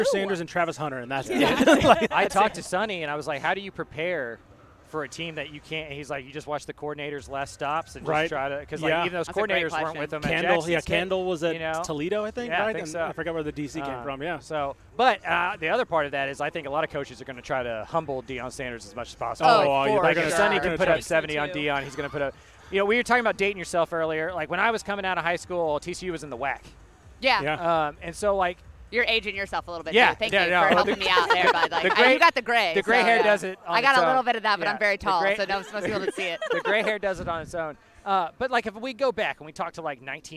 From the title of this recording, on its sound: LIVE FROM BIG 12 MEDIA DAYS!